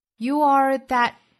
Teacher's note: that 元音不弱读，尾部的 t 我们可以直接省略或者是做喉塞音顿掉